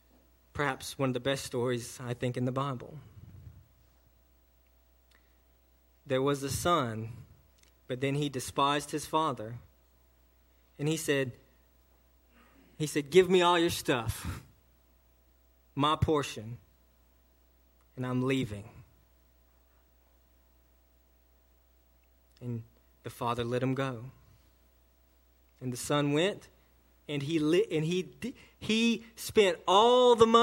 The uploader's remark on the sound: a sermon delivered to Cottondale Baptist Church in Eastman, GA, on 4/22/18 during the 11am service